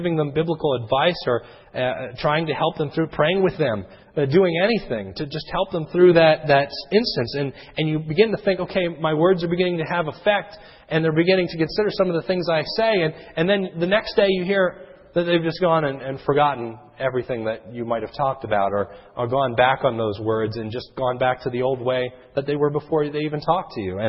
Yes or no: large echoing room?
yes